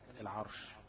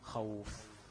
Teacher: تلاقي الفم بيمتلئ بالهواء وانت بتنطق الشين غير اي حرف تاني · Shown in: first take · يعني لو قلنا كلمة العرش، ماشي، العرش، تلاقي الهواء مش طالع من الشفتين بس مع الحرف، لا ده مالي الفم. · Term: التفشي